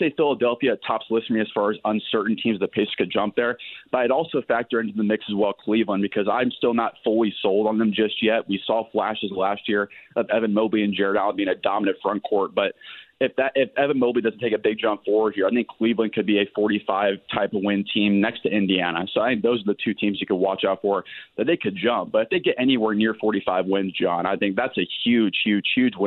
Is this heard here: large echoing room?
no